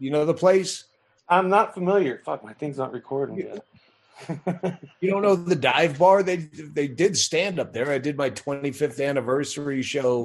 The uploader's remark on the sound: Joining me for a brief chat on Zoom.